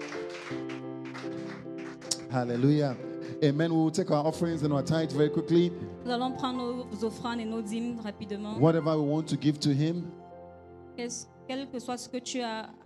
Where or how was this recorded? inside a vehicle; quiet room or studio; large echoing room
large echoing room